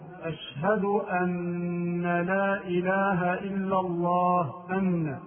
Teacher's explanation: تشديد النون في لفظ أن لا إله إلا الله، فينطقها بعضهم هكذا، أشهد أن لا إله إلا الله أن، هذا خطأ، والصواب أن يسكن النون ويدغمها في اللام فينطقها هكذا، أشهد أن لا أن أن، أشهد أن لا إله إلا الله.